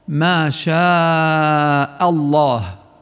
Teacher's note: ومن الأحرف التي أحيانا تفخم وأحيانا ترقق حرف اللام الذي في لفظ الجلالة، ويصبح حالها بحسب حركة الحرف الذي قبلها، فتفخم اللام في لفظ الجلالة إذا كان ما قبلها مفتوح